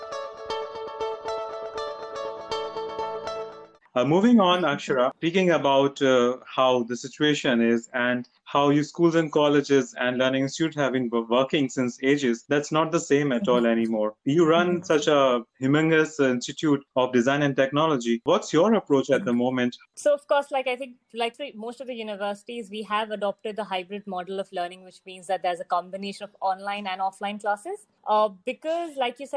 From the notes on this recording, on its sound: This virtual panel discussion